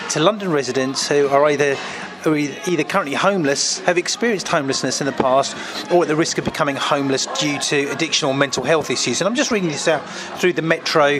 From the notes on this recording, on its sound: recording in a Beefeater whilst on a 3 day shoot